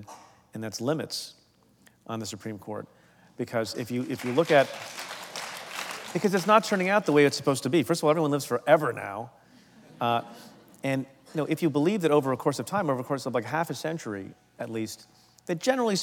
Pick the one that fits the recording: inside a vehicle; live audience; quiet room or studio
live audience